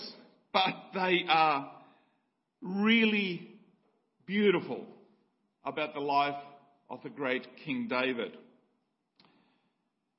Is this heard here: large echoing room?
yes